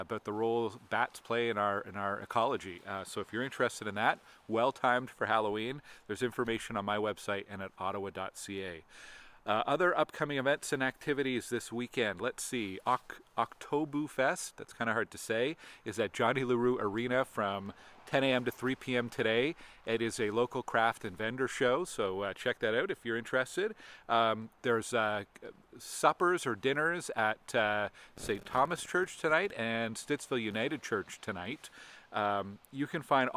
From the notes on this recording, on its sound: Recorded in front of a haunted house on Allan Moore Place in Potter’s Key.